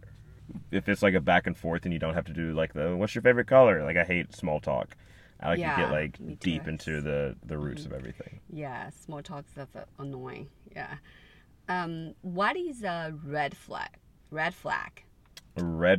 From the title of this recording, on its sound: In The Car